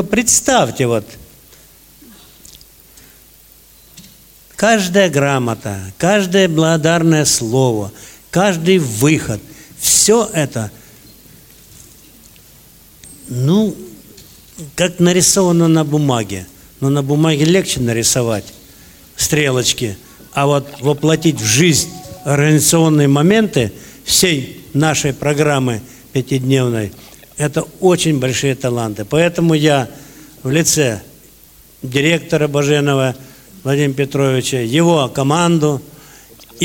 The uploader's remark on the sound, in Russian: Аудиозапись закрытия Всероссийского образовательного реабилитационного форума ВОС «Крымская осень-2016». На торжественной церемонии закрытия фестиваля прозвучало много добрых и тёплых слов, были исполнены великолепные музыкальные номера. Предлагаем вашему вниманию аудиозапись этого концерта.